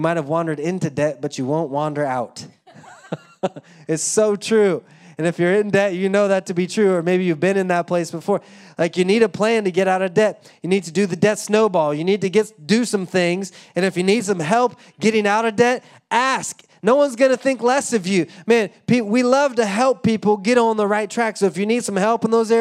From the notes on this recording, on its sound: Live from Orlando, Florida